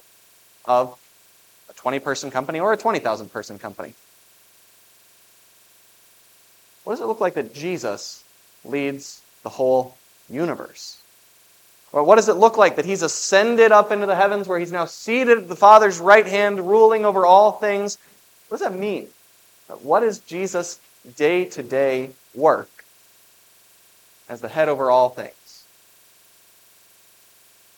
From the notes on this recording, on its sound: was preached for the Festival of the Ascension at Grace of God Lutheran on May 21, 2023